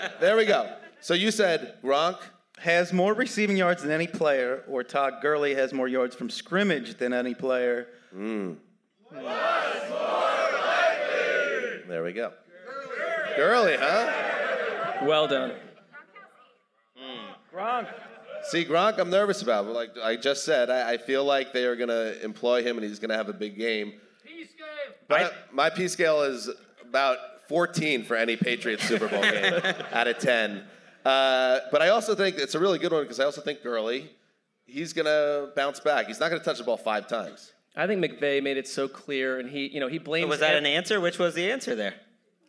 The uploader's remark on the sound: Live from City Winery Atlanta!